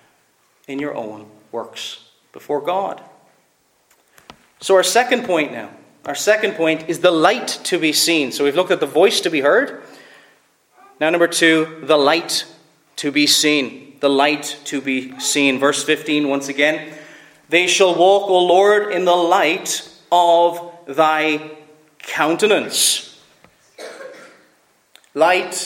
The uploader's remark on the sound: Preached at Fairview Reformed Presbyterian Church